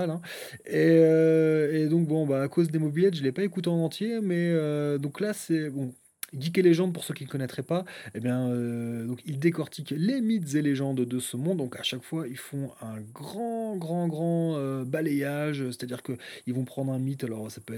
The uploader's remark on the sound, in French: Cet épisode a été enregistré en plein air, histoire de profiter des grillons et du son du clocher en terme d'ambiance sonore. Dès lors que l'on débute un enregistrement en extérieur, des promeneurs bruyants déboulent d'on ne sait où et des deux roues tonitruants arrivent de partout.